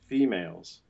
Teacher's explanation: it's stressed and so it's the long closed e